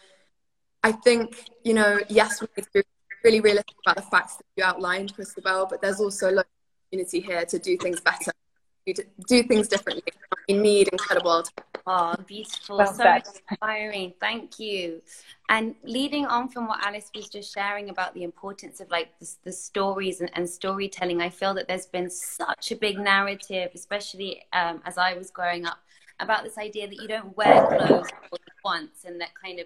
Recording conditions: video call